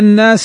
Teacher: نون مشددة حكمها الغنة بمقدار حركتين